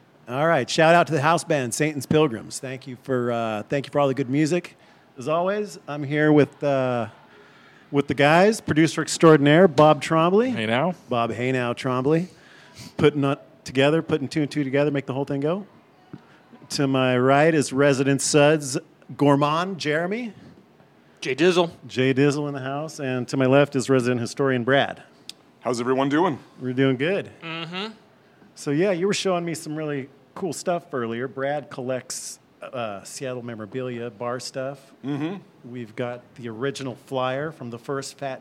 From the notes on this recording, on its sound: Recorded in the dark, spooky basement of the Merchants Cafe. Recorded live at Merchants Cafe.